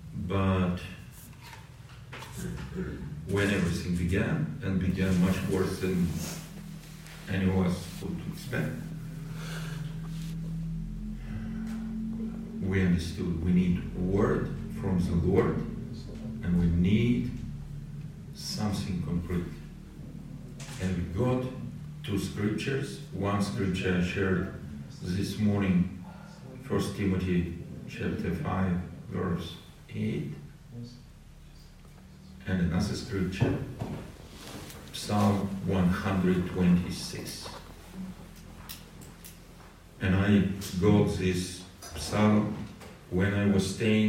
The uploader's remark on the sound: the quality of this audio recording is poor